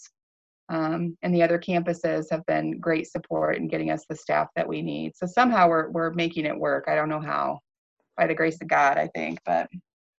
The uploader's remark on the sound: Noble County, Indiana COVID-19 Forum. Online via Zoom.